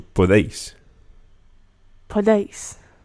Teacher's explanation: the E and the I of podéis kind of run together. There's not really three syllables in there, podéis, but you run the D, the deis together, so podéis.